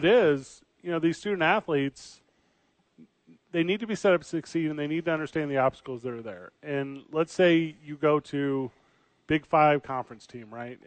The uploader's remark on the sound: live from The Dukes Store!